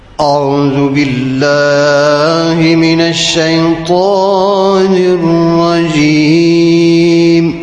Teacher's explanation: تفخم الهمزه والعين والواو مع بعض